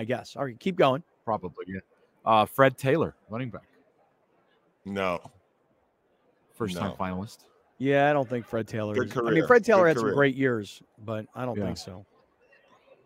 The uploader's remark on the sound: LIVE FROM THE SUPER BOWL DAY 3